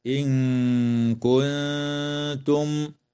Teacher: تخفى النون الساكنة مع الغنة مرققة في قوله تعالى: إن كنتم، وتظهر الميم الساكنة في كلمة كنتم، وتنتهي الآية إجماعا عند كلمة تعلمون، والوقف عليها من قبيل الوقف التام.